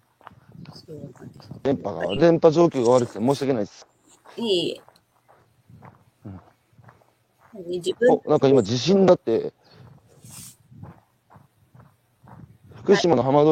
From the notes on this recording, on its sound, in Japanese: 歩きながら1時間、対談する。